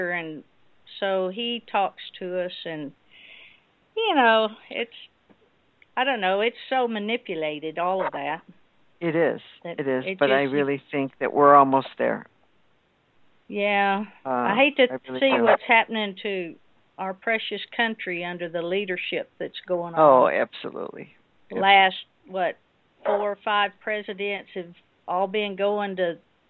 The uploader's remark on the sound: TNT Dinar Conference Call. Below is what happens on the open mic TNT conference call. We have thousands of listeners connected. Audio checks.